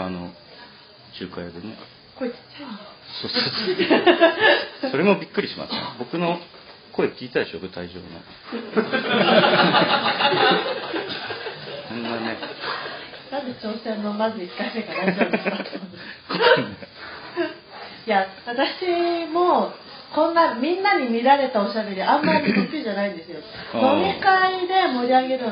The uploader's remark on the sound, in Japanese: 初めての公開収録内容。声小さくない？収録地：デジタル・ハリウッド大学３Ａ教室（オルギア視聴覚室vol.5 会場）。